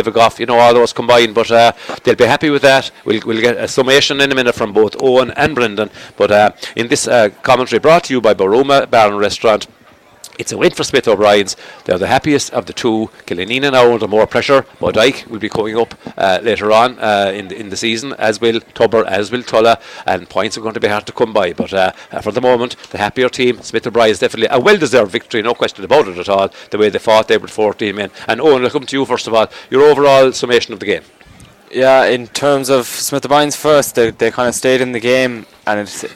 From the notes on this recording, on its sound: Outside broadcast